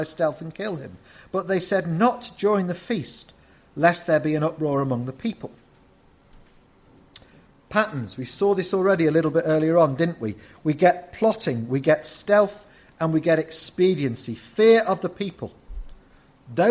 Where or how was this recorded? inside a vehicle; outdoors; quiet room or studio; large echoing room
large echoing room